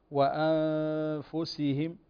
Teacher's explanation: فهنا حكم النون الساكنة إخفاء وتخفى عند الفاء